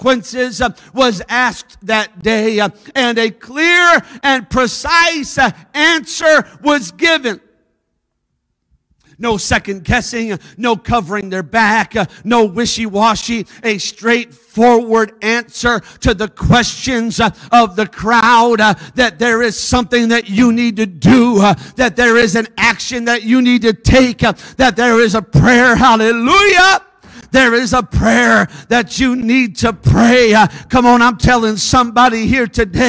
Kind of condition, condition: setting, large echoing room